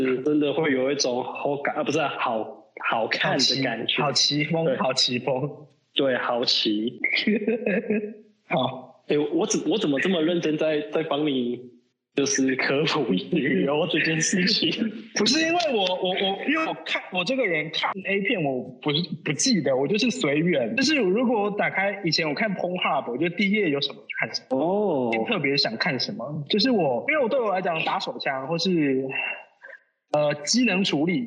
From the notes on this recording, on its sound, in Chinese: 隔離中沒辦法好好set錄音裝置 音質很差。